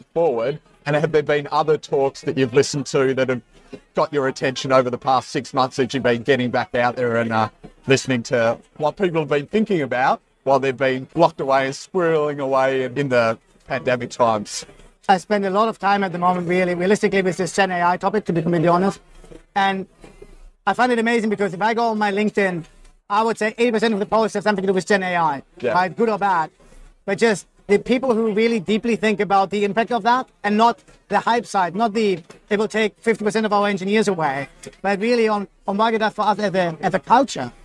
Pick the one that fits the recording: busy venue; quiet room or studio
busy venue